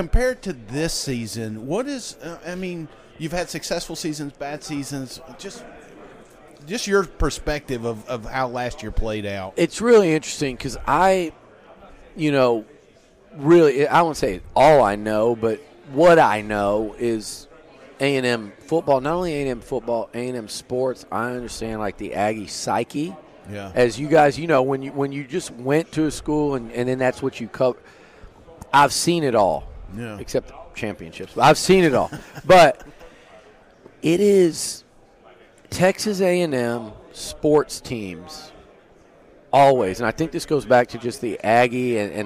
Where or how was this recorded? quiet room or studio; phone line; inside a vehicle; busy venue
busy venue